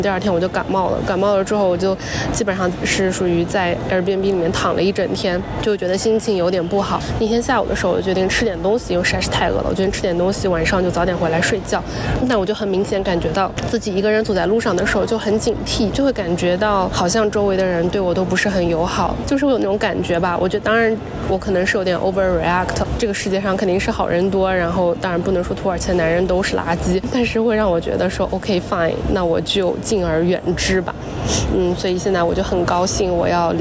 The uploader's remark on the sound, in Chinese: 这期是来自罗马古城Perge和伊斯坦布尔机场的现场报道